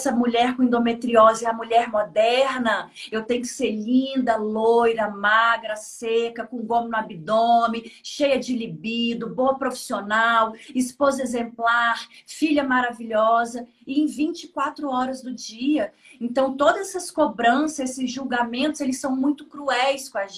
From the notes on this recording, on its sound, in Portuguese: Live do IG